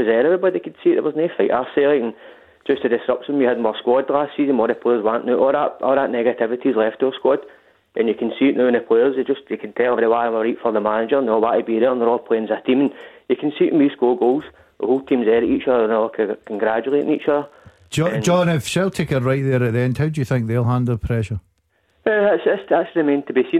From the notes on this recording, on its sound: taking your calls